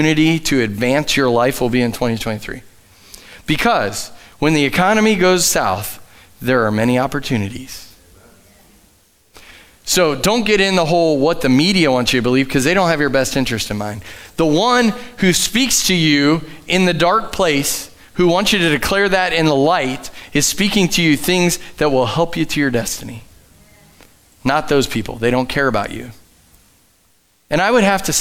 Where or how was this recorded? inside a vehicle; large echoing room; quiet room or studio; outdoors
large echoing room